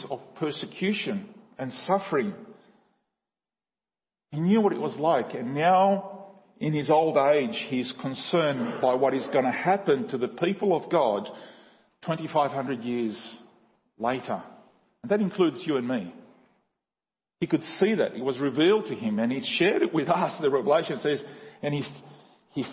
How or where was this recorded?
large echoing room